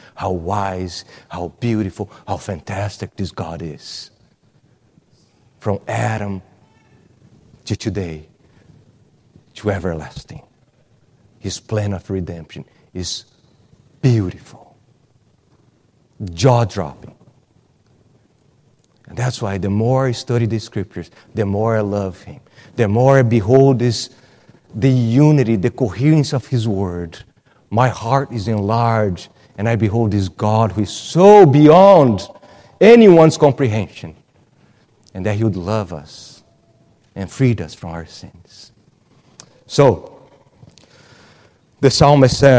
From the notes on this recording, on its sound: at Gracious Cross Reformed Church Salem